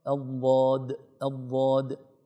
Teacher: حرف الضاد يخرج من حافة اللسان وليس من طرف اللسان